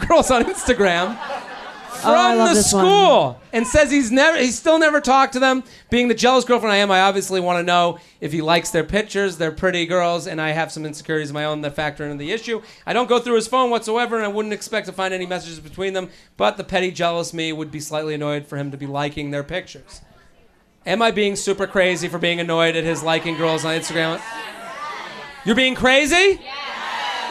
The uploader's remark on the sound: LIVE At The Village Underground